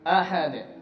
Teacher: pengucapan yang benar ditekan di awal-awal kata, di huruf di awal kata.